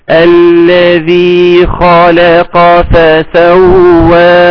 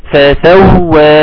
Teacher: الف يمد بمقدار حركتين · Shown in: second take